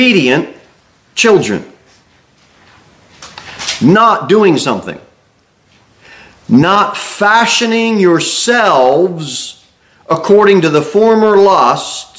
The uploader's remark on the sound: Sermon delivered at Pilgrim Baptist Church